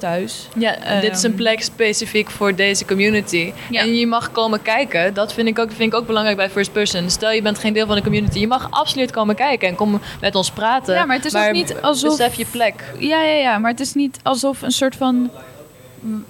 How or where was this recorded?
busy venue